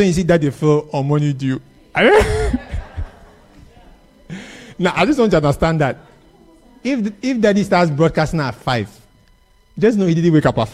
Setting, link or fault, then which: setting, live audience